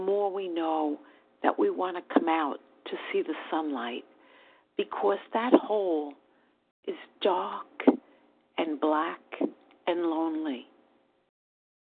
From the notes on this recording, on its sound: 100 Pounders Phone Meeting